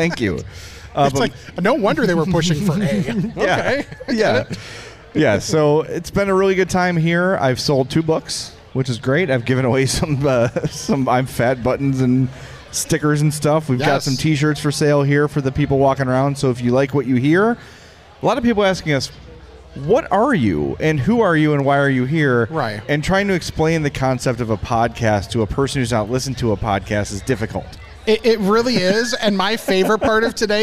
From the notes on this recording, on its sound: Homewood Fall Fest (Recorded Live). It's our first ever live recording.